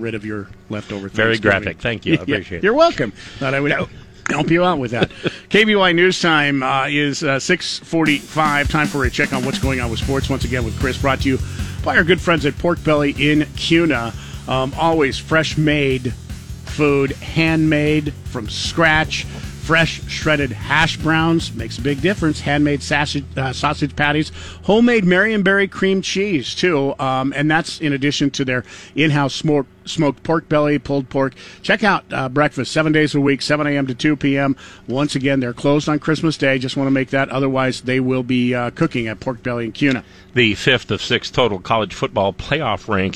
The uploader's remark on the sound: LIVE from the TOY DRIVE